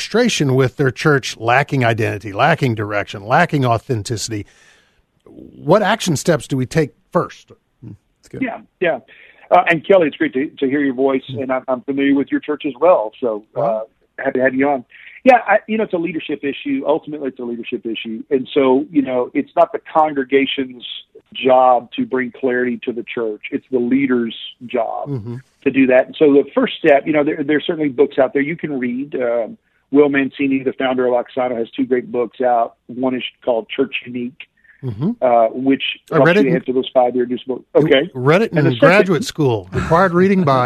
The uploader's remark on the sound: phones